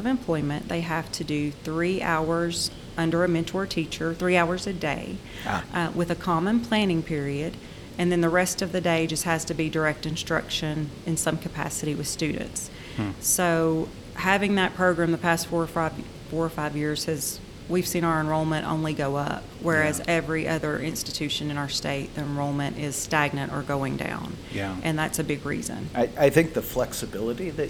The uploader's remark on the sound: This interview is from a recent conference